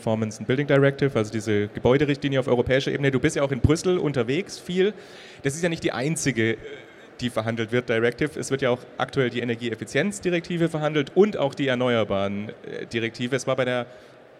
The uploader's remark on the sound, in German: Auf der Bühne bei der E-World. Danke an euch Alle, die mit uns auf der E-World live dabei wart.